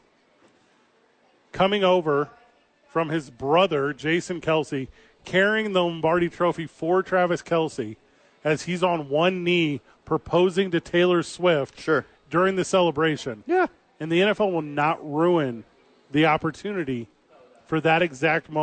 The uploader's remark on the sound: Live from American Home Furniture donating blood, eating ice cream.